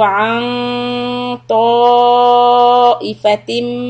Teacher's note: because ta is a heavy letter the an will be heavy